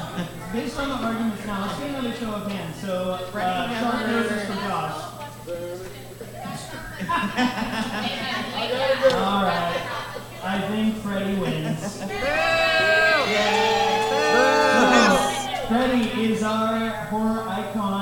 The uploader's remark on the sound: We had some technical difficulties during this episode...so the audio is a little rough!